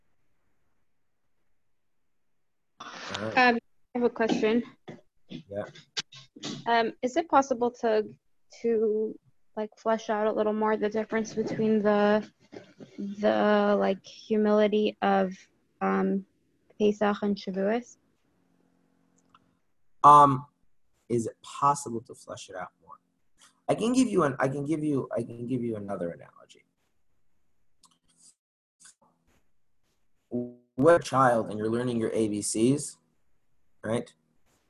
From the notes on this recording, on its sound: Zoom Class.